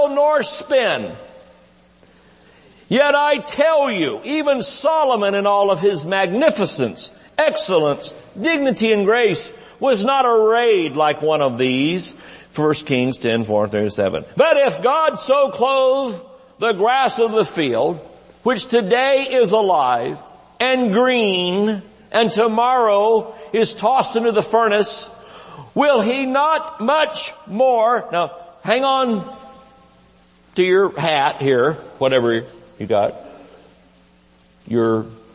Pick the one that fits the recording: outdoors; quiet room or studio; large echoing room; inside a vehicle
large echoing room